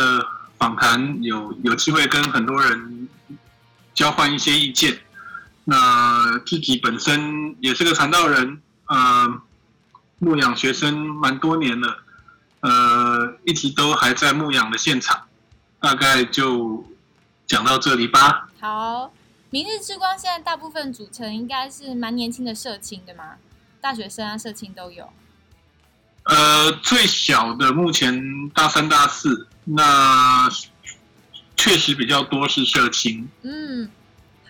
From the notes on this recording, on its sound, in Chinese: 建議音量調小一點，距離喇叭遠一點QQ。因為音質很可怕。趕鴨子上架，聲音聽起來很崩潰。這回真的是我們半夜才能用Zoom收音，。很臨時性，無法進錄音室。